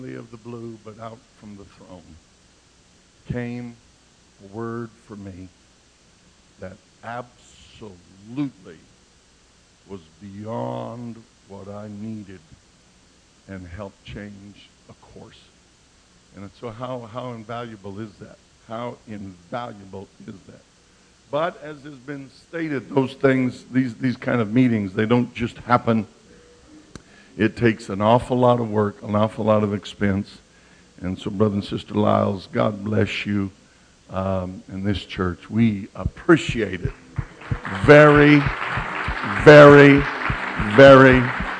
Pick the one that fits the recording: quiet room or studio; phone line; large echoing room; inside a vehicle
large echoing room